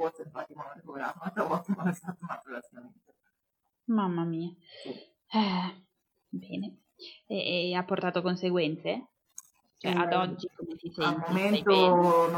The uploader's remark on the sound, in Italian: La qualità audio è decisamente pessima.